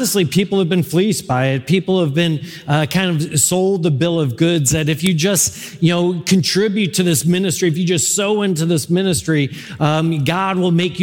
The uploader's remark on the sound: The core message from our live service on 2022-01-23. This is the core message from our live service.